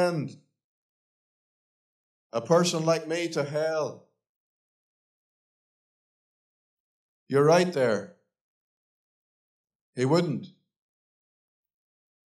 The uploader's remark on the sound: Gospel Audio Recording from Ballyclare Gospel Hall